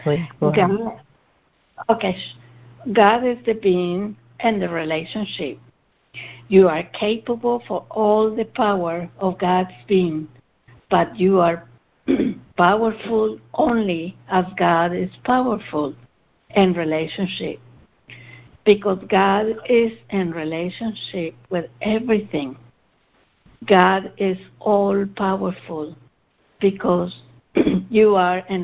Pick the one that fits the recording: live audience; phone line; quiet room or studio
phone line